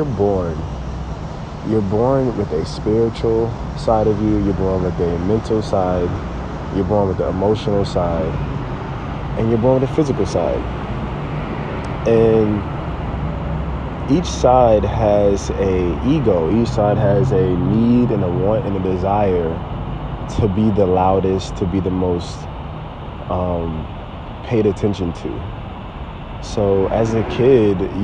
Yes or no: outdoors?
yes